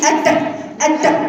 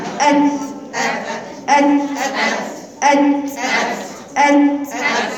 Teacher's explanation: لا ما تقلقليش التاء، التاء ليس بها قلقلة · Shown in: second take · ما تقوليش أتا أتا، لا يا ليس الطاء.